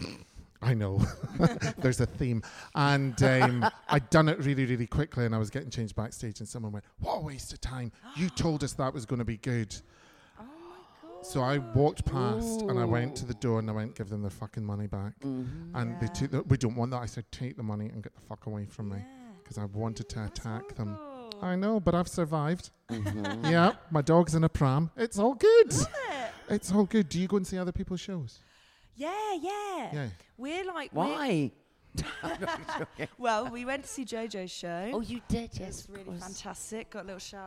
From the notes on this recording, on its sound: We're back with some of the Edinburgh Fringe live shows. This hour-long recording of their podcast.